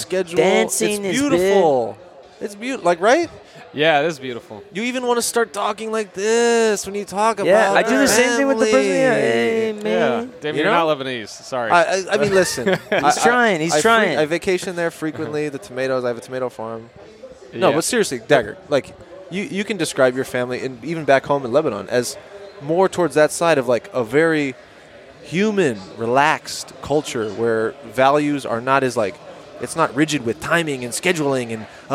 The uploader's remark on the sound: Live from Lucky Baldwin’s Pub